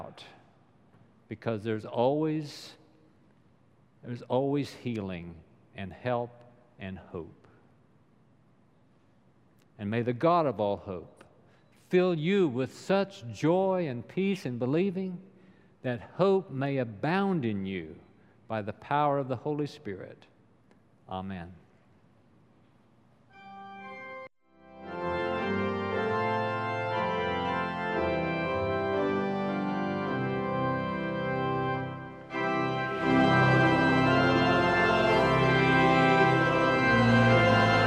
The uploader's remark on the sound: Recorded live during the Sunday worship service.